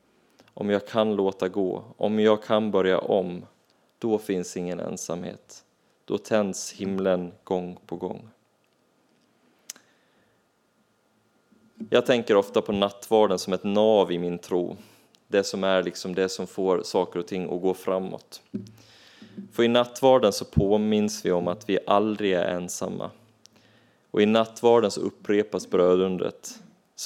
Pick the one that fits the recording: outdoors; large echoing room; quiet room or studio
large echoing room